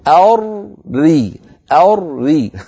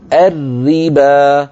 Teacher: الراء الأولى ساكنة نعم وقبل مفتوح، لكن هي مدغمة بإيه؟ براء مكسورة، فتأخذ حكمها · Shown in: second take · Term: المدغم حكمه حكم المدغم فيه